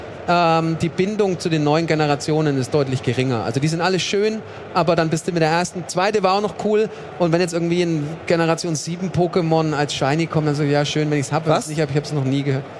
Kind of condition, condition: setting, busy venue